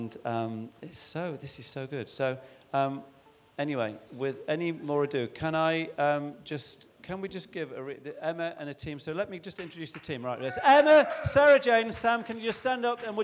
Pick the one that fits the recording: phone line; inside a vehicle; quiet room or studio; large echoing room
large echoing room